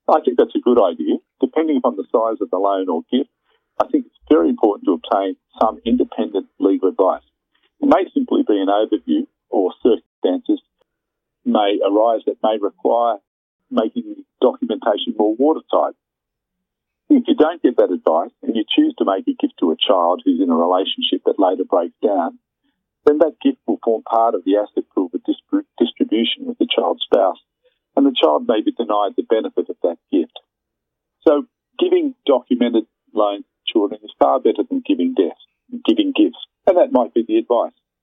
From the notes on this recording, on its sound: phone interview